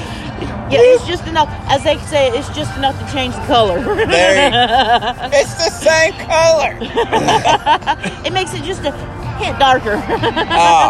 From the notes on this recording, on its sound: Saints & Sinners Opening …. Live And In Your Face! It’s JBTC live and on location.